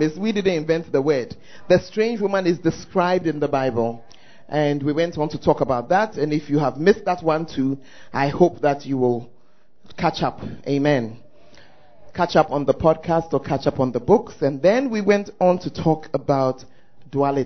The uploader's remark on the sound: Preached At The First Love Center, Ayeduase